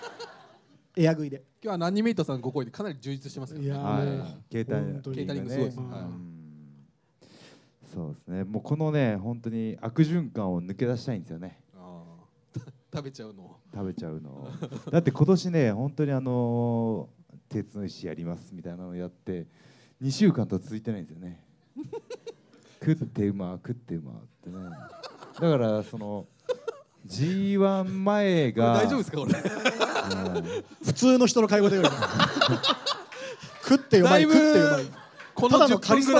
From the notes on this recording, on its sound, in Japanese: アニメイト新宿（地下2階アニメイトホール）にて行われた初の公開収録からお届け！序盤、若干の緊張感が漂いつつも、徐々に“いつもの感じ”のトークが展開。